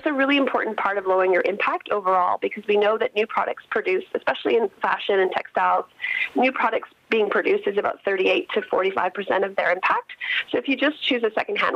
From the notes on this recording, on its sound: Calls. Gets on the horn.